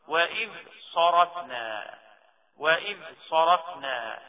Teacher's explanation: والذال والصاد، الذال الساكنة لو جاء وراء حرف الصاد اظهارها برضو لابد ان تظهر